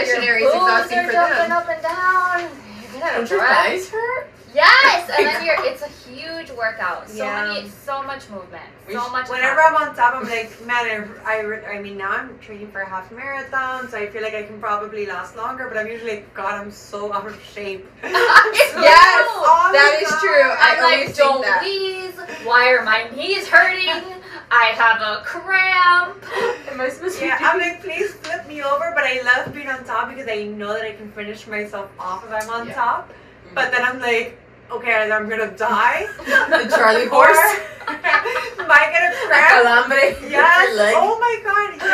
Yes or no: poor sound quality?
yes